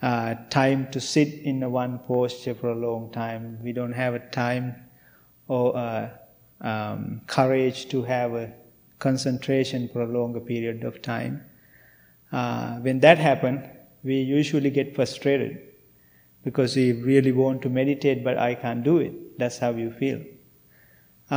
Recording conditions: large echoing room